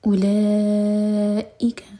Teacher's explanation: مد متصل چار حرکت لمبا اور پھر حمزہ پر کٹ آف ساؤن